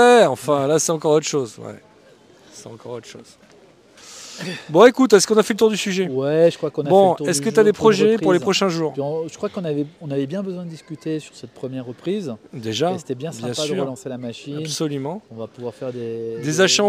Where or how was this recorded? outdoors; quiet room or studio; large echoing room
outdoors